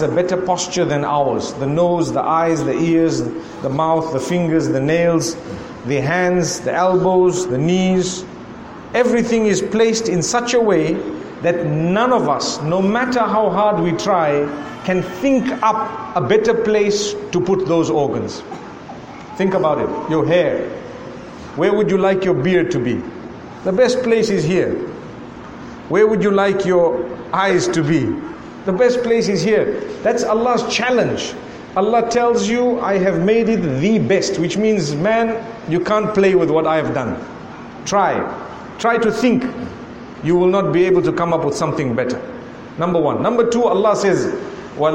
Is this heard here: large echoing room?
yes